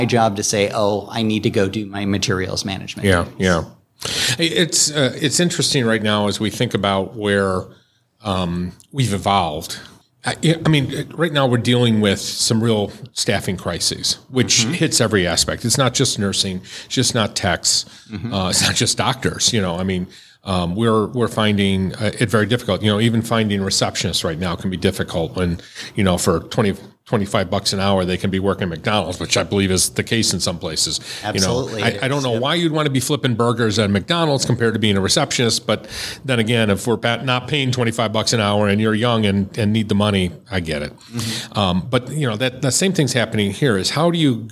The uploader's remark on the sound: Live from the Ohio State Association Meeting